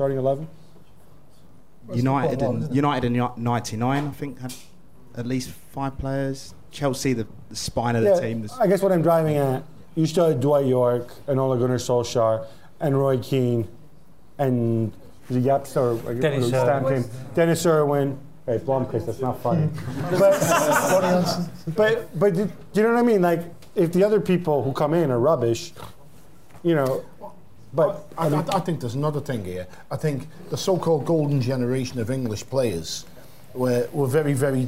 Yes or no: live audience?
yes